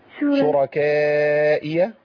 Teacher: نفخم الراء لأن الراء عندي هنا مفتوحة وراء المحركة بفتح مفخمة على طول عند الإمام حفص.